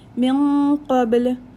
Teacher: Min qabl, min is a ikhfa, we'll do ikhfa here but it will be a heavy ikhfa as noon sakin is followed by a qaf